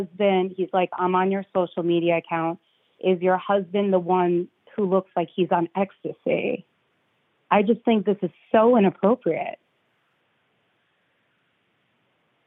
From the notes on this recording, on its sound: annoying people on the phone and showing up to Zoom conferences that we weren’t invited